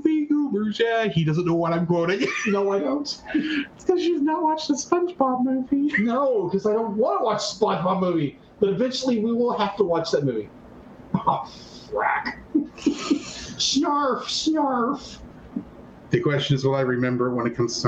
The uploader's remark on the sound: DUE TO AN TECHNICAL ERROR THE AUDIO IS WEIRD IN THIS EPISODE!